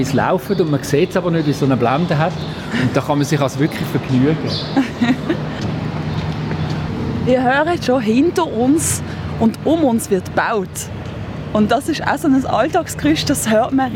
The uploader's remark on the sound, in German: Hörorte, Kloster Wettingen. Auf einen Klangrundgang. Deshalb zog unsere Ausbildungsredaktion los und sendete in dieser Woche live vom Ufer der Limmat.